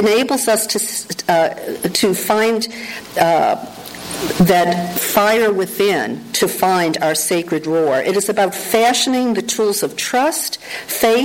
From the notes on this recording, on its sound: Pre-recorded talk I gave. I had the pleasure of being invited to address the congretation at Emerson Unitarian Universalist Church in Canoga Park, CA. The audio of that talk taped live during the service.